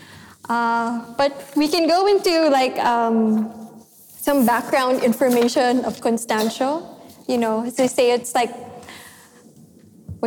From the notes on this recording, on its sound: This session was recorded live in May 2018 at National Gallery Singapore .